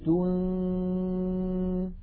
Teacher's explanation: نون ساكنة بعدها زال، ننتقل من التاء إلى مخرج الزال، ولكن لا ننطق زالا بل ننطق من الأنف غنة تنذي. فإذا انتهى زمن تلك الغنة نطقنا زالا مكسورة مجردة عن الغنة.